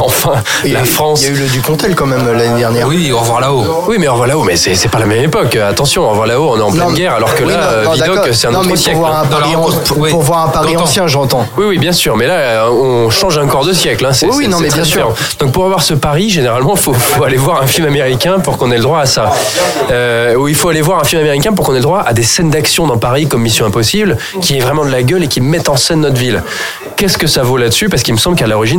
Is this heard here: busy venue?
yes